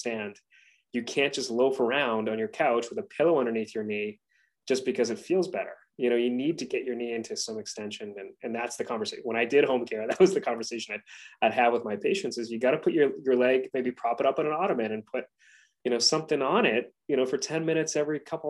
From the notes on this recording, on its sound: in this LIVE webinar!